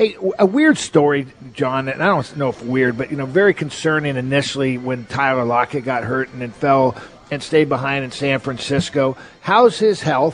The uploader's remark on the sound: live at Snoqualmie Casino